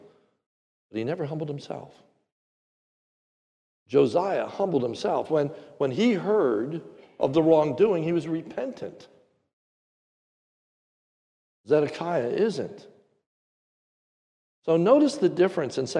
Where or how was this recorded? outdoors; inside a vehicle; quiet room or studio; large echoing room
large echoing room